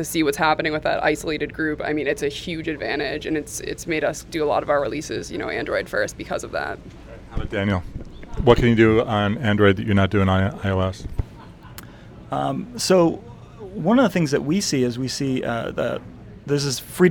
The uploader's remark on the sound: From the Google I/O conference in Mountain View, CA.